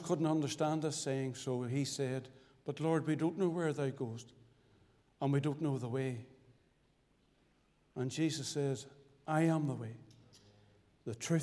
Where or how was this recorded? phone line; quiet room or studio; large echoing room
large echoing room